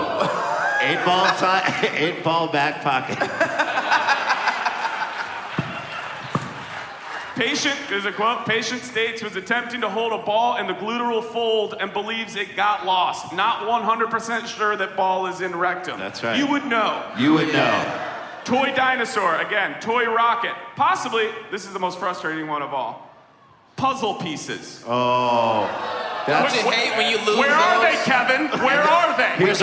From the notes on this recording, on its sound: DPT LIVE. This week Dumb People Town goes live.